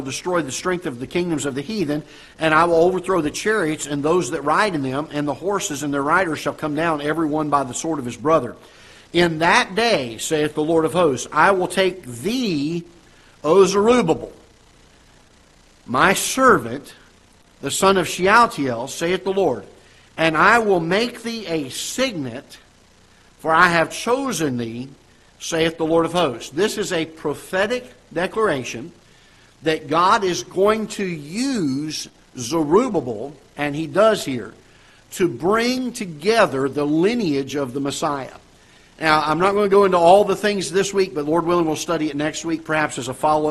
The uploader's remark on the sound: Ketha Heights Baptist Church ~ Live Broadcast